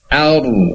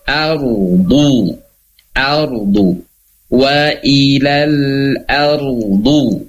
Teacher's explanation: Ar, nah, a-nya masih tipis. A ketemu ro sukun, ro-nya tebal. Ar, ya, ada gemak di dalam mulut.